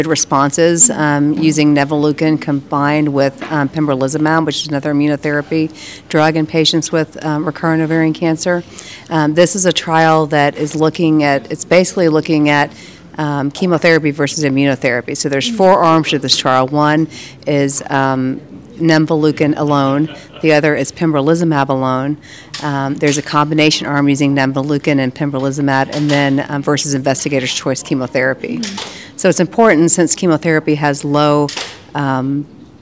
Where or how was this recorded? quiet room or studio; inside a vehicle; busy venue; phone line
busy venue